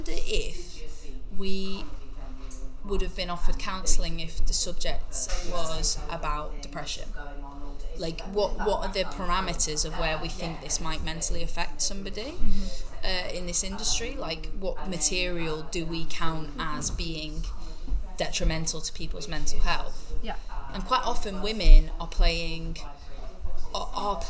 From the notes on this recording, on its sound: We apologise for the varying quality in noise levels during this episode-we were unfortunately unable to record this interview in a private space.